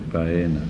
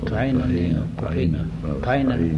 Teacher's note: With a pharyngeal in the middle.